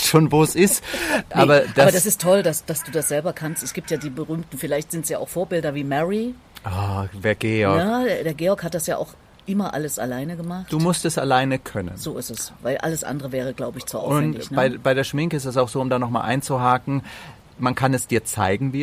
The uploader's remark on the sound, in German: Nahe Berlin. Das Gespräch haben wir bei schönstem Spätsommerwetter und – wie gleich zu hören sein wird – unter freiem Himmel aufgezeichnet.